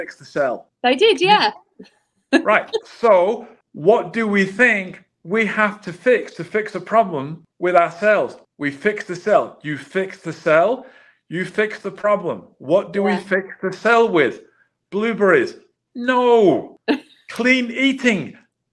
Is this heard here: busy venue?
no